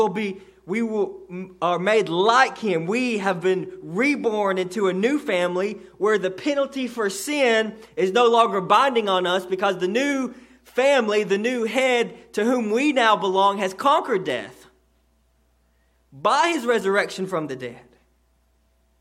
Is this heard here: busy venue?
no